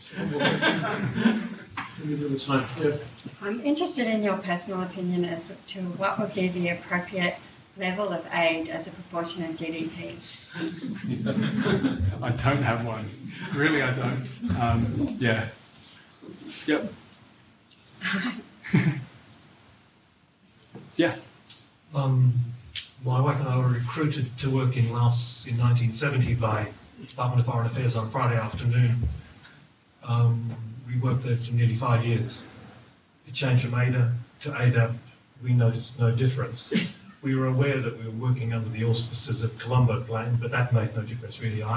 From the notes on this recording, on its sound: Q&amp;A of the Canberra book launch. In this podcast and subsequent Q&A of the Canberra book launch.